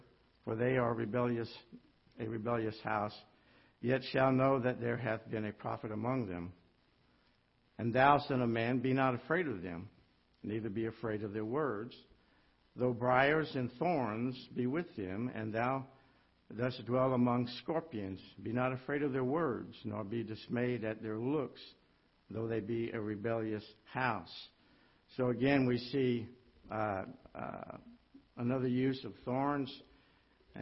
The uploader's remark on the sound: Ketha Heights Baptist Church ~ Live Broadcast